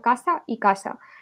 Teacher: los fonemas de C, C más E, C más I, Z y S no se distinguen y se asimilan todos al sonido sordo S · Term: seseo